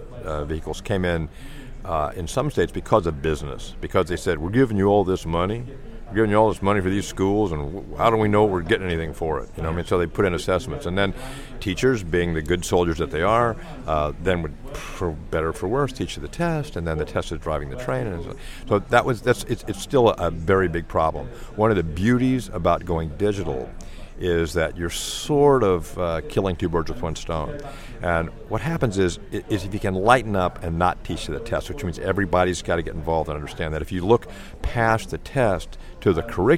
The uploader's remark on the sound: From another of our Live OB Pop-Up Radio Stations, this is WEICT Radio. We produced and powered a live broadcast at 7pm on Thursday 2nd July reporting from this the 17th West of England ICT Conference. Used our new PRO School Radio product at the event to produce the show.